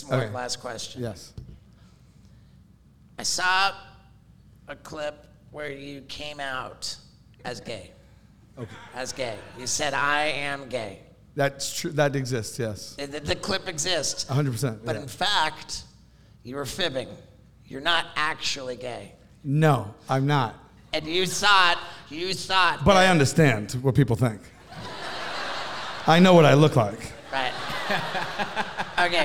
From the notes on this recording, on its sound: Doing our first ever live podcast in front of a sold out crowd. We were on the Impracticle Jokers Cruise Ship.